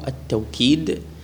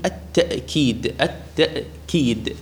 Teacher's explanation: القراءة الأولى تقول التوكيد بالواو التوكيد، والقراءة الثانية تقول بالهمز يعني بالهمزة تقول التأكيد التأكيد، يعني بدل الواو تلفظ همزة · Shown in: second take